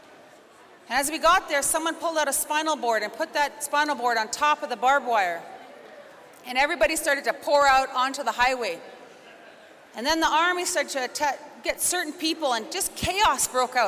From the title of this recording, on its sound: Recordings from the 2022 Siksika Health Fair